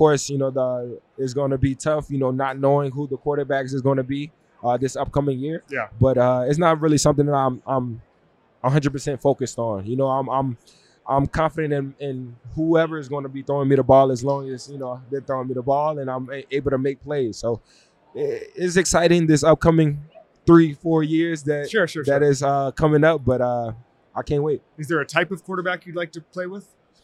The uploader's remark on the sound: from Radio Row